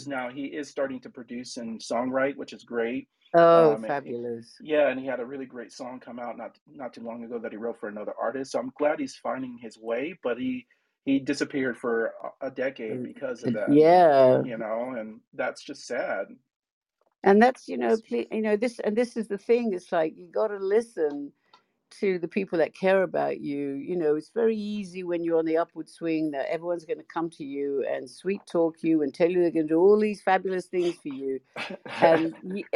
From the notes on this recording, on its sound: This episode was originally recorded live on 10/20/2023 in the VersaVision room on Clubhouse.